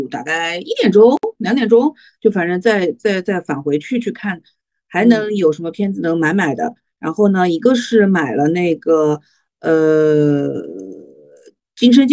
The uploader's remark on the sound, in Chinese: 本期节目是线上录制，音质欠佳，先抱歉了